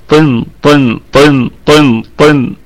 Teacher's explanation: الطاء مفخمة في الدرجة الثالثة من درجات التفخيم، هي من حروف خص ضغط قذ، ضغط طن طن طن طن.